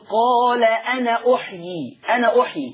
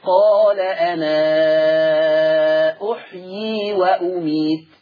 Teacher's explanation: لا ورش مش كده، ورش طالما ان الهمزه جه بعدها الالف بتاعت انا جه وراها همزه مفتوحه او همزه مضمومه، ورش يثبت الالف تماما فتصير من قبيل المد المنفصل، فتقرا بمقدار الاشباع ست حركات · Shown in: second take